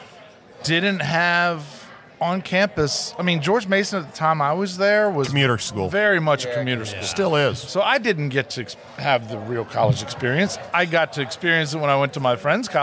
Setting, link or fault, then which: setting, busy venue